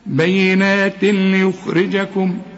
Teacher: والراء هنا اكثر رقة لانها مكسورة